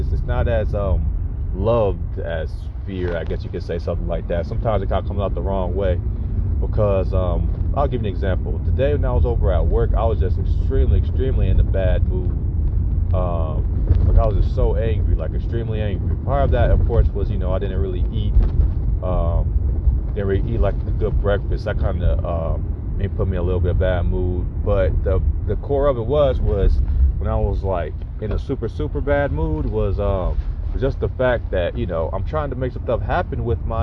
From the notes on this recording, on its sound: I am up in the car working on the course.